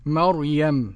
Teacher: يبقى مريم ليس فيها إلا تفخيم الراء لجميع القراء